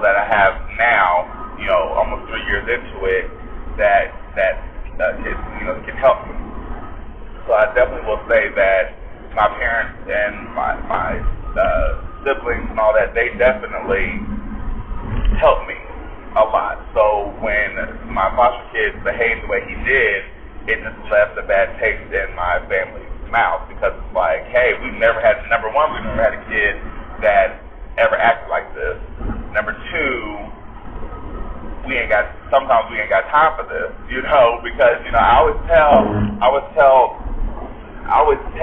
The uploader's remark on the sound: Bare with me for the Audio was not as good due to where I was.